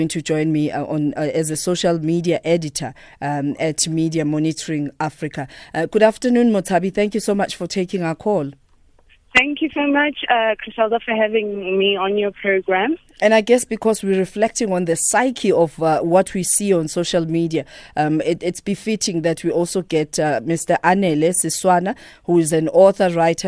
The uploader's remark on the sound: GUEST (phone).